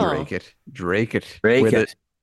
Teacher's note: All the T's are lost somehow.